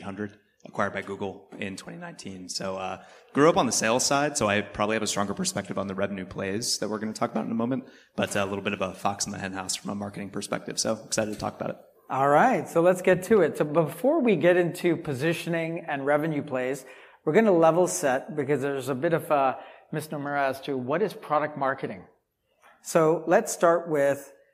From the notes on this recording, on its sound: live from #PavilionCMOSummit2023